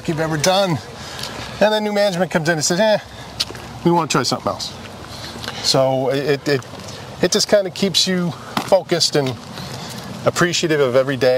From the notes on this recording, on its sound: walk and talk in Walpole Massachusetts